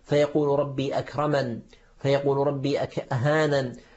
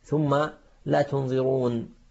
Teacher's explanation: تبقى نون الوقاية مكسورة، لكن عند الوقف نقف عليها بأي شيء؟ بالسكون، نقف عليها بالسكون